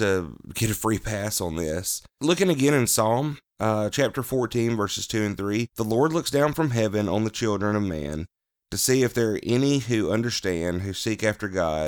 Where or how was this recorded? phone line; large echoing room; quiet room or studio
quiet room or studio